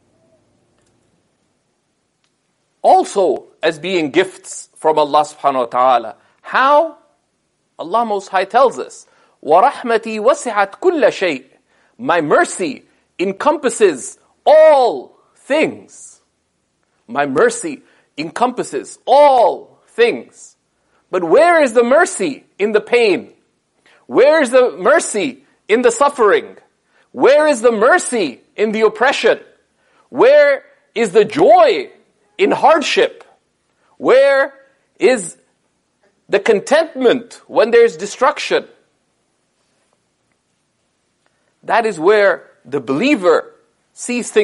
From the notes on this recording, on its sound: This sermon was delivered following the Ramadan 2018 program at SeekersHub Toronto.